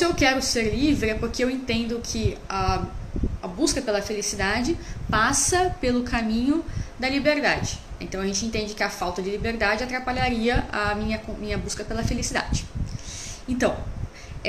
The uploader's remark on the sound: Live transmitida no meu Instagram